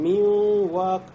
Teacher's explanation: у нас нун вошел вау, сам звук нун ушел, но осталось его качество гунна. То есть говорим миуап.